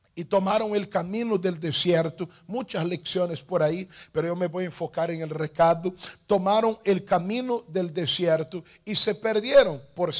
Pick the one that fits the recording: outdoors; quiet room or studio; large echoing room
large echoing room